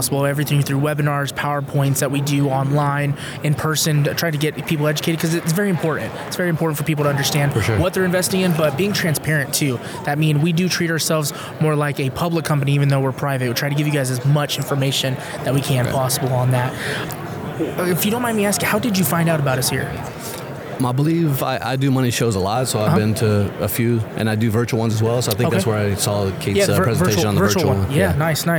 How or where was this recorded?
busy venue